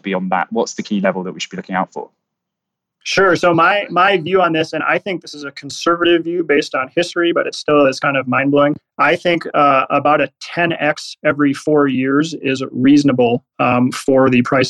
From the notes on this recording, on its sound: It’s on open floor debate too, with a handful of listeners asking.